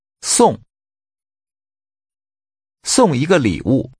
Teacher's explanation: The tone is falling. Say give, meaning to give something as a gift.